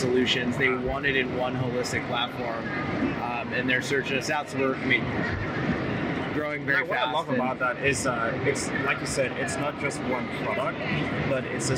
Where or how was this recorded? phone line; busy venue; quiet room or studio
busy venue